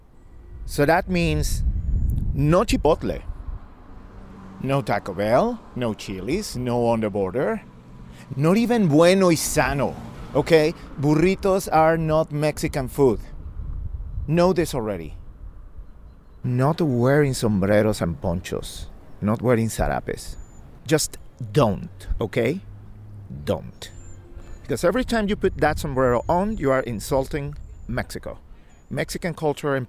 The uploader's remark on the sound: Recorded at the Holyoke Merry Go Round, during the celebration of Cinco de Mayo for Kids